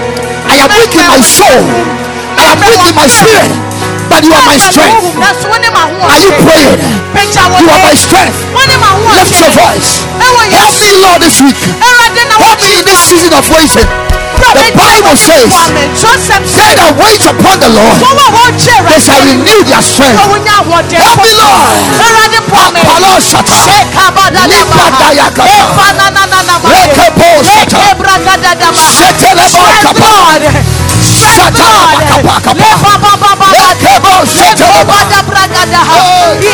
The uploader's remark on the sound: Preached at the Ekklesia Campus